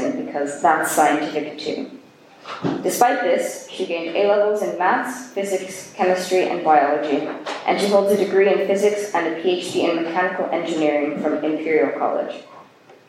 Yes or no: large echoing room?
yes